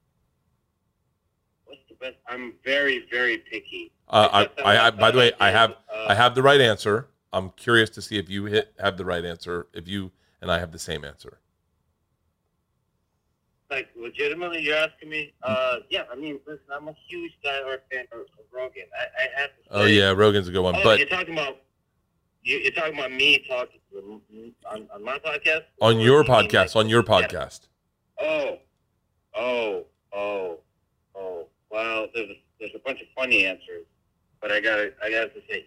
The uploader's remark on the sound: To hop on the phone to check in.